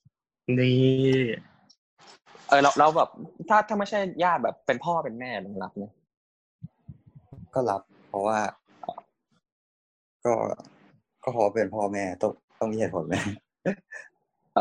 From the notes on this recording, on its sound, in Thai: ขออภัยในความไม่ชัดเจนของคุณภาพเสียงด้วยนะครับ.